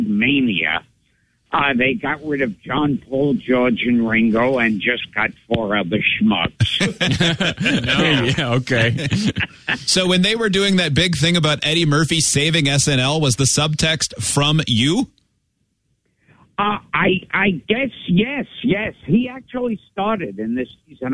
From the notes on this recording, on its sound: We were just sitting around the studio when we saw the hotline was ringing. We decided to pick the phone up anyway.